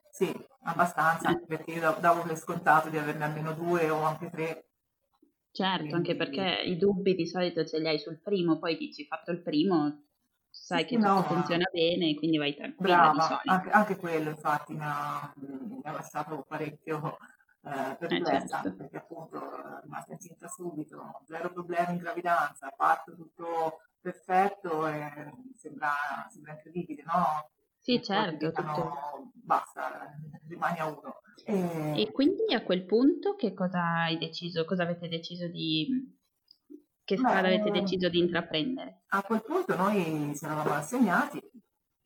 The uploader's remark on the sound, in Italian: la qualità audio è decisamente pessima